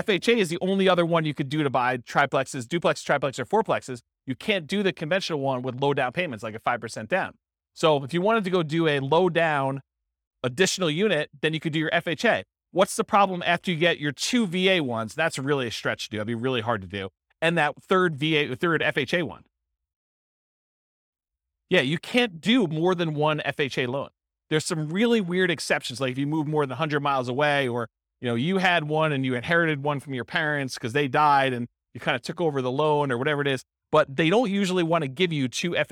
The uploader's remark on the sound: This was a live class recorded